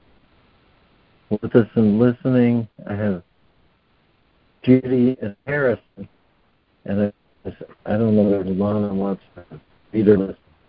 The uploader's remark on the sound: ACIM Daily Conference Call